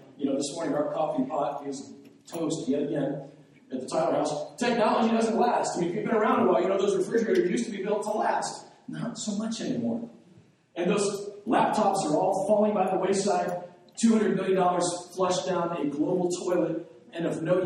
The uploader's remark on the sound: The audio on this wasn't recorded properly.